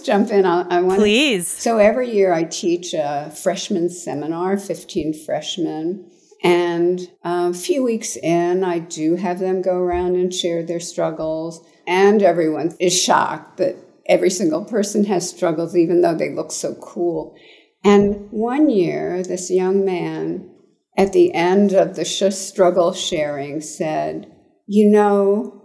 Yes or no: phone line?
no